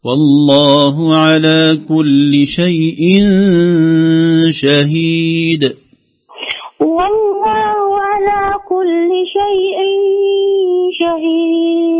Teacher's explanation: في إخفاء مع كلمة شيء شهيد، تنوين قبل الشين في إخفاء. والله على كل شيء شهيد.